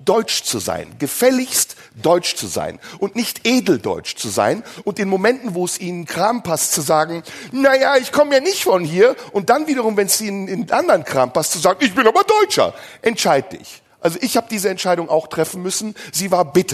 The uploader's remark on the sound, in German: Das Finale live im Tipi. Die 500 Livezuschauer im Tipi am Kanzleramt.